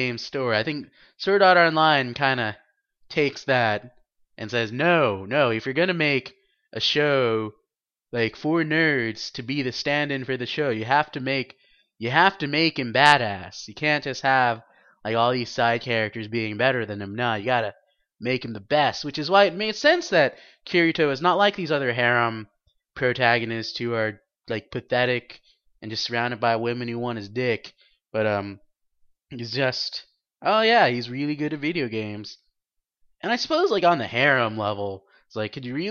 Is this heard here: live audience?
no